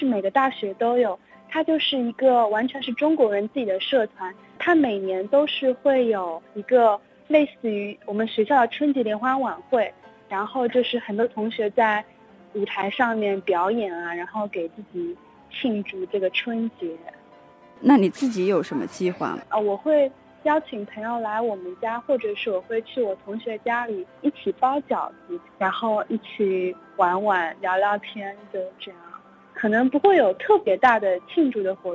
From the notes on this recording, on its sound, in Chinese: 电话采访了两位第一次在异国他乡过年的留学生。